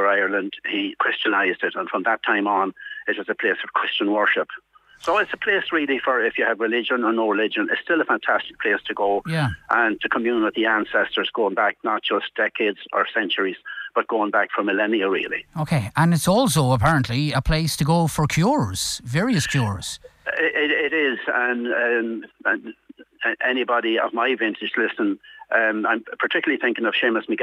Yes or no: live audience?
no